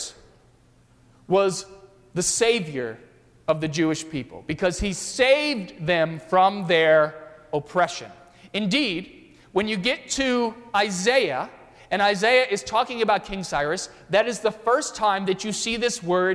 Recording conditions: large echoing room